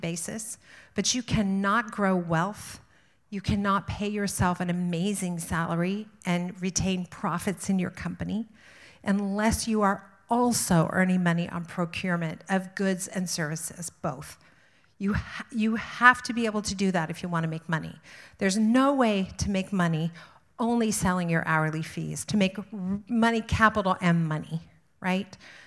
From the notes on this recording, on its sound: Live at IDS Toronto. Spoke to a sold-out crowd.